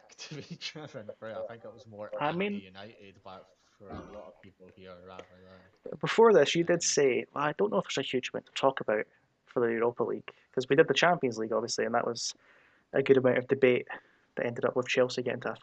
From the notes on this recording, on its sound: We are aware of some audio issues